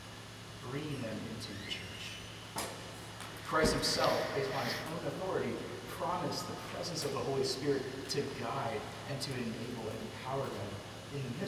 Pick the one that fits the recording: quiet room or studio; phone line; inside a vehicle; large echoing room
large echoing room